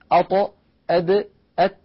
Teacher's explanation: نجد بأن اللسان يقرع نفس المكان عند النطق بهذه الأحرف الثلاثة